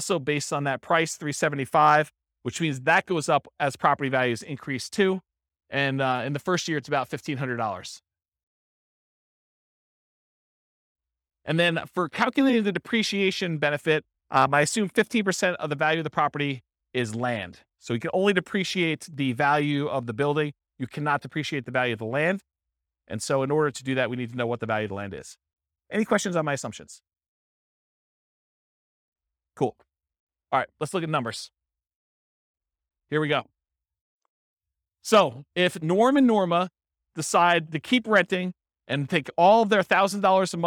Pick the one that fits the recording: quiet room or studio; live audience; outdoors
live audience